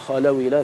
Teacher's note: قال وذاك نحو قوله إذا خلو، وإذا خلو إلى شياطينهم، خلو إلى، فأنت لك أن تنقل حركة الهمزة إلى الواو